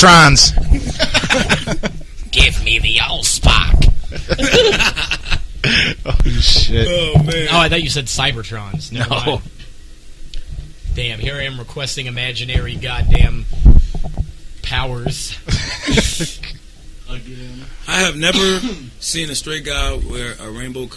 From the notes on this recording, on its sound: audio is a little uneven due to people not talking directly into their mics